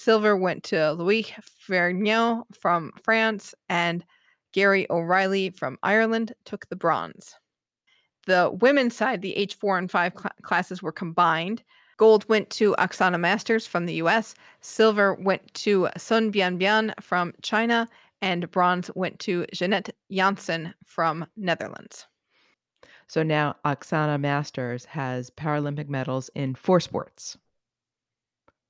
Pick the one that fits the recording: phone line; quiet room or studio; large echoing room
quiet room or studio